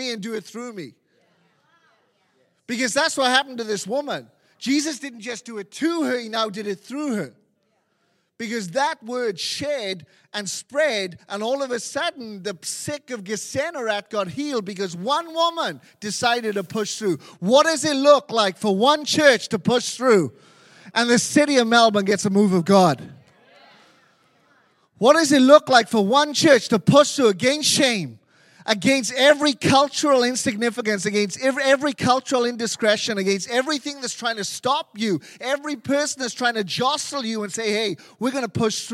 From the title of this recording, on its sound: LIVE at Echo Church